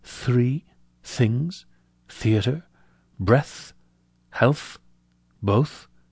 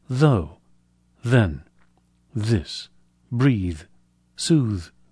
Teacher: Notice that in addition to the difference in voicing, whether or not the vocal cords are vibrating, the first one is much stronger than the second. But both are made by pressing the tongue against the back of the top teeth and forcing air through the narrow gap between, creating some friction and turbulence